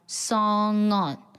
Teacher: song 以长鼻音结尾， on 是元音开头的